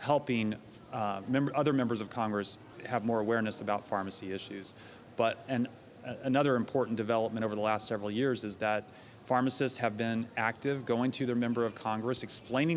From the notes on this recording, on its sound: LIVE at RBC. Held at Cardinal Health’s annual Retail Business Conference (RBC) in Boston.